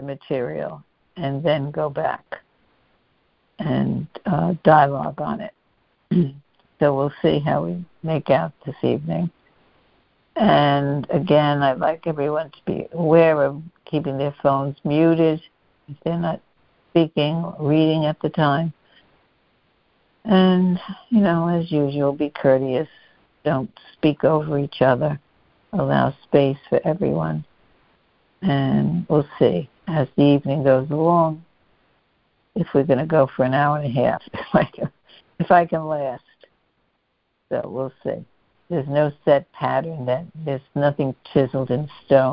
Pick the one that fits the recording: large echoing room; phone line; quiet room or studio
phone line